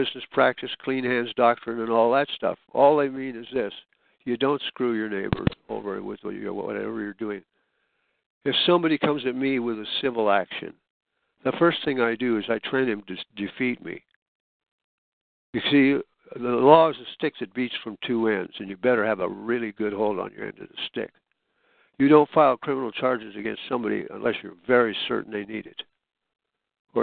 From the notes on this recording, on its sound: to join with us in this phone-conference